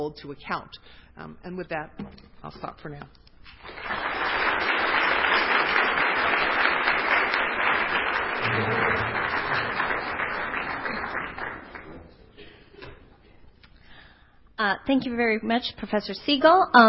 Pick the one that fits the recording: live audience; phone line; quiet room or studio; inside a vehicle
live audience